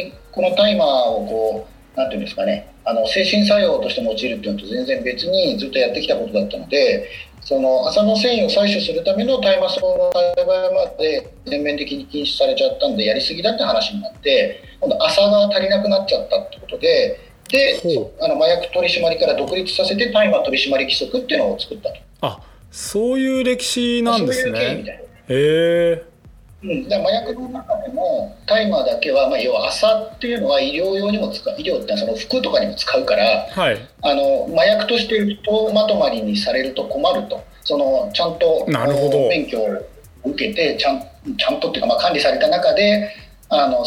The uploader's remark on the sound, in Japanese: 収録はzoomを活用して遠隔で行いました。音声が聞きづらい部分がある点、ご了承ください。